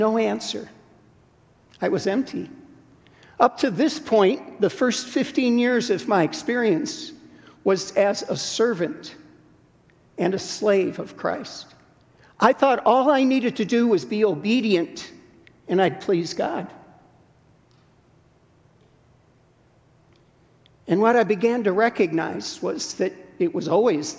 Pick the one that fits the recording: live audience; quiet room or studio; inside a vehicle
live audience